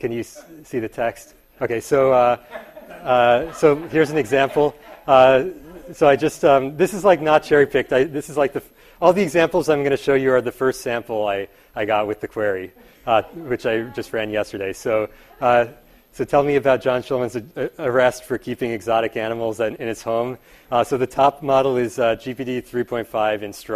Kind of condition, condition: setting, live audience